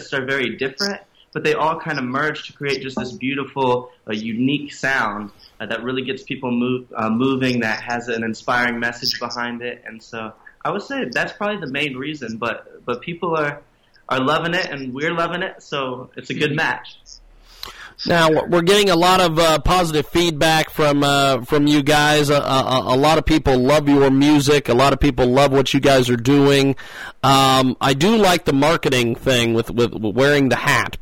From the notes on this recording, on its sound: via skype audio